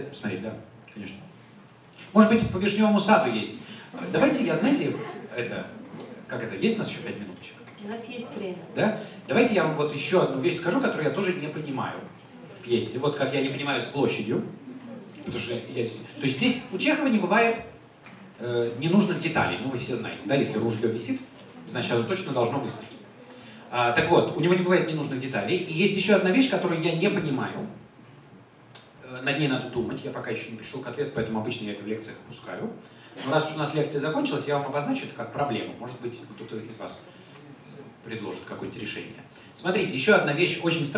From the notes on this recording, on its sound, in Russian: Лекция в Доме культуры «Ясная Поляна» 28 октября 2017 года